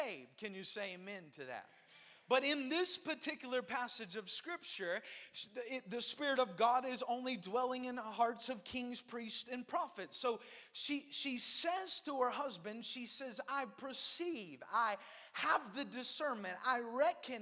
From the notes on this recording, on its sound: Preached at Cornerstone Church in Salisbury, NC